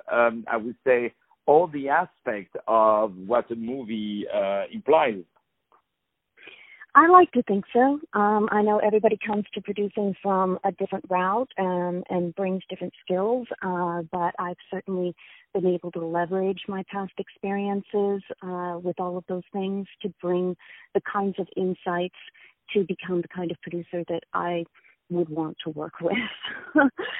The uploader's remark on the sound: On the phone.